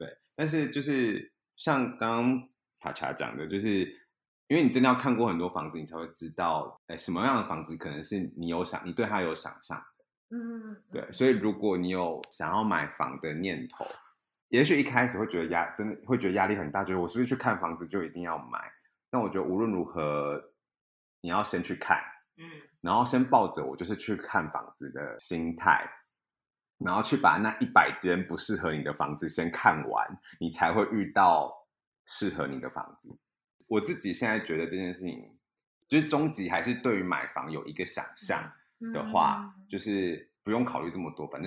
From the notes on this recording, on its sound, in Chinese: 由於外錄的音質有點難控制，本集的聲音會有空間感。